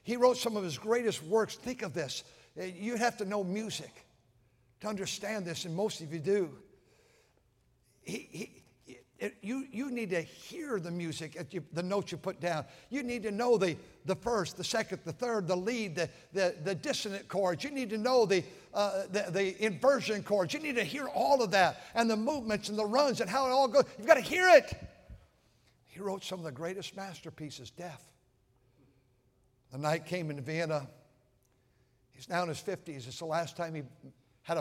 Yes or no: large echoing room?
yes